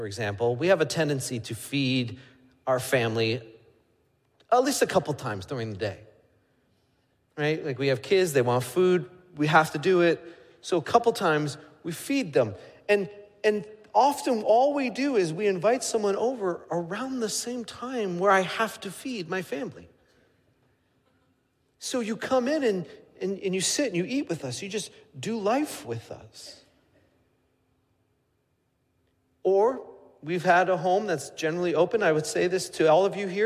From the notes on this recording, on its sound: Midland Evangelical Free Church Sermon Audio